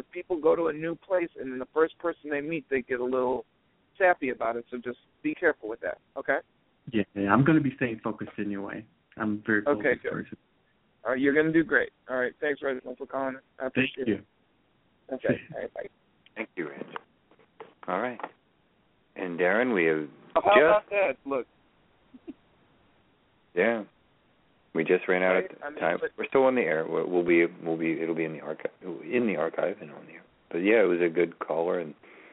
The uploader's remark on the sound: Open the phone lines for Tarot/Oracle readings!